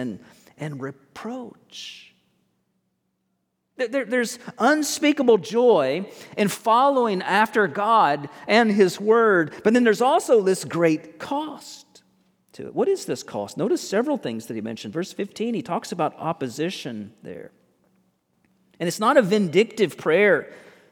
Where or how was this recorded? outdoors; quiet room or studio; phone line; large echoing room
large echoing room